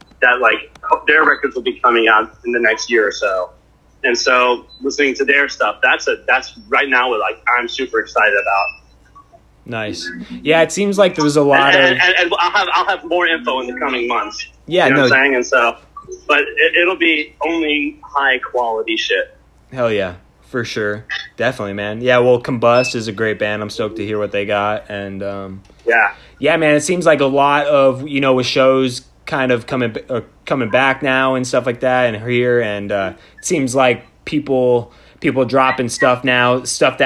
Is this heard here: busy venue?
no